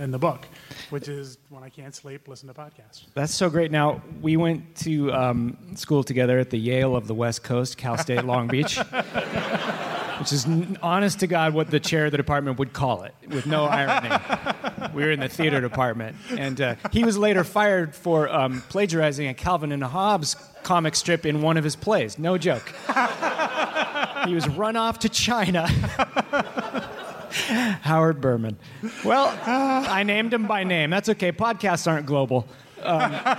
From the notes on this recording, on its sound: Live from the Now Hear This Festival